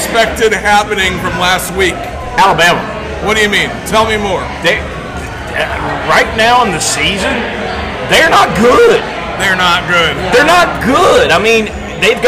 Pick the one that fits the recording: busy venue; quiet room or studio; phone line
busy venue